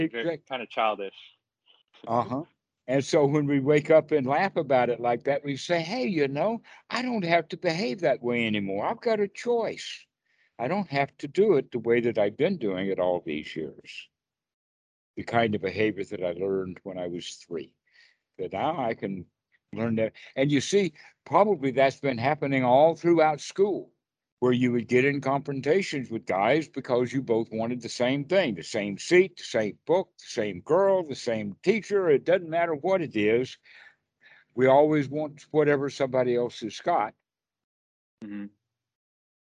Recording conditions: video call